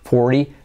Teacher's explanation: En el americano se suele omitir la T.